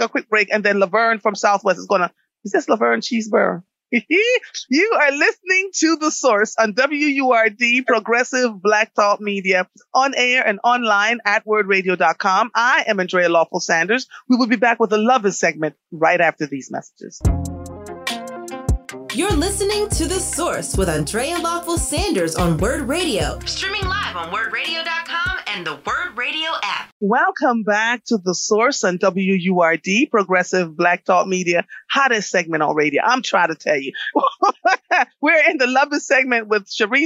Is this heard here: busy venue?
no